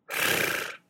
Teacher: si, por ejemplo, dejan de vibrar nuestras cuerdas vocales, surgirá una R sorda